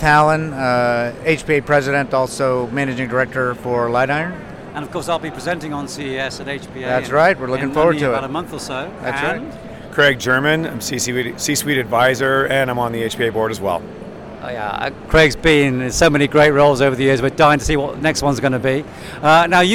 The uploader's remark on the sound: Attended the CES show in Las Vegas. Audio diary, musings and highlights from the Consumer Electronics Show 2024 in Las Vegas.